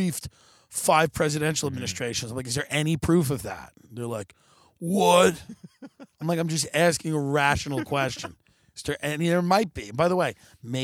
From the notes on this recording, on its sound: Live from hill country. Broadcasts outdoors.